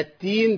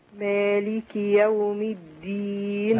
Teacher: لو انا مشيت نفس في الدال هتبقى تاء على طول · Shown in: first take